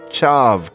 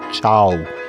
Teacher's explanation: that V is pronounced as a W · Shown in: second take · I should have said chow.